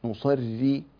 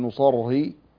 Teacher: الراء هنا مشددة ومكسورة فترقق · Shown in: first take · نصرّي لا تقل نصرّي، لا تفخم الراء المكسورة.